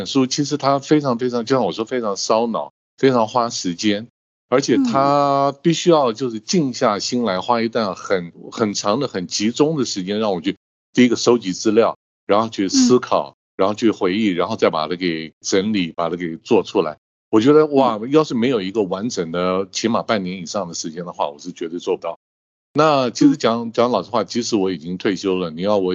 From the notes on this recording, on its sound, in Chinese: 本集節目透過Microsoft Teams通訊錄製。